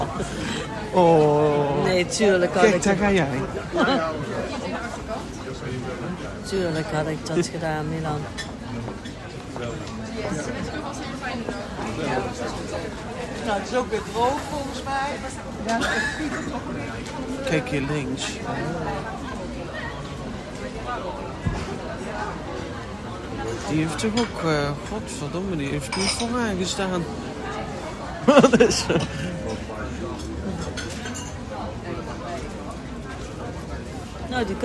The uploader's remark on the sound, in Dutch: In deze speciale opname horen jullie een simpel gesprekje tussen mijn moeder en mij, op het terras in Eindhoven. Omgeven door mooie gesprekken en stadse geluiden.